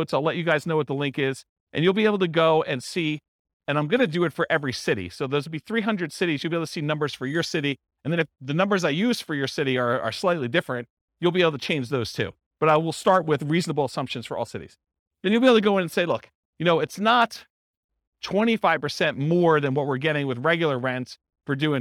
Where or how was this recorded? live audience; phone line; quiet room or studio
live audience